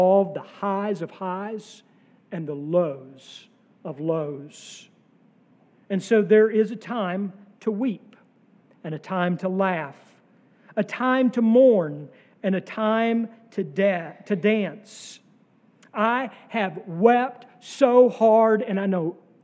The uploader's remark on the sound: sermon from our worship service on June 18, 2023